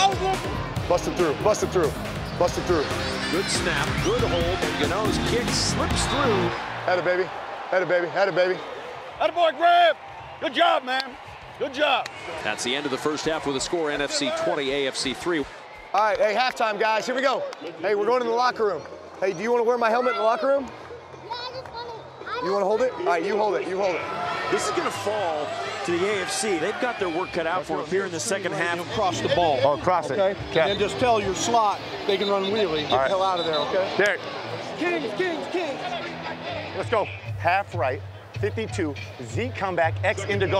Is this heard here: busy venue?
yes